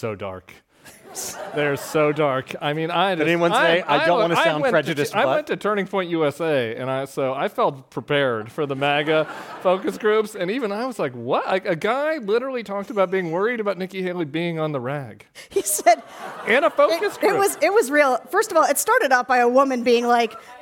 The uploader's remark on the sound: Live from San Francisco! Took San Francisco by storm on Thursday night for a live event!